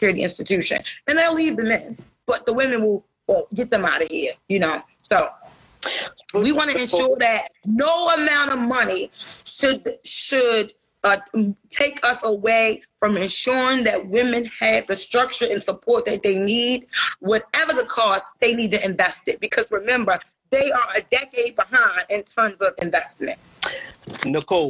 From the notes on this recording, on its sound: live on Instagram